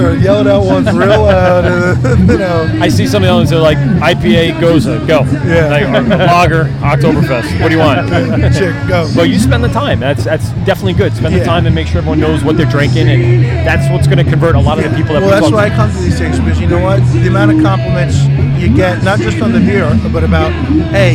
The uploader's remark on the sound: LIVE at Fall Craft Beerfest in Farmingdale LI.